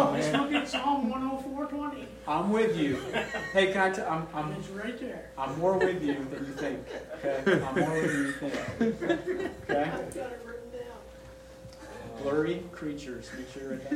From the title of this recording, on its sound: Session Three| Expository Preaching Conference